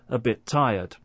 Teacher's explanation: we don't hear two separate consonant sounds. We just hear one. · Term: linking